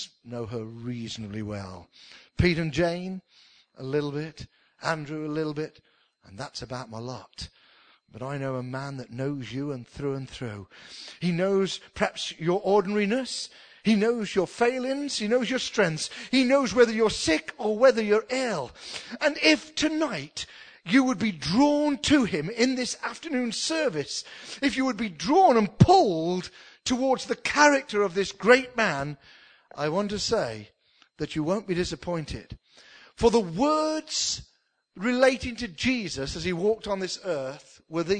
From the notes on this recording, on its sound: spoken at the induction service for the new Minister at King's church